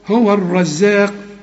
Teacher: الراء مفخمة الراء دي، والزين في عموم القرآن مرققة